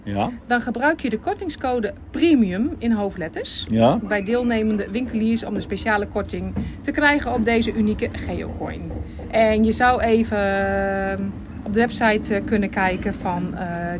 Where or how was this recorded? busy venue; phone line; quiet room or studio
busy venue